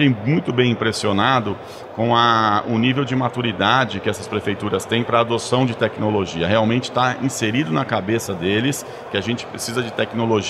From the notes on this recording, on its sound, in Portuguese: gravada no Futurecom 2023